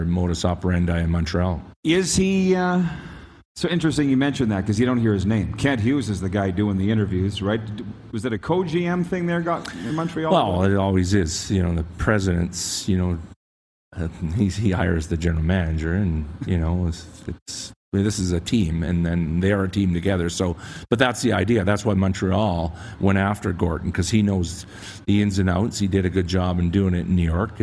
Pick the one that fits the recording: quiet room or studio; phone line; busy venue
busy venue